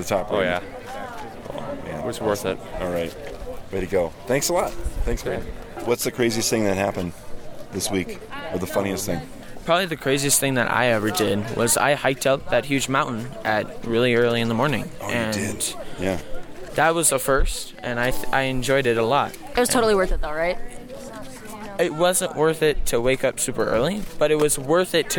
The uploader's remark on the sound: Live from Elevate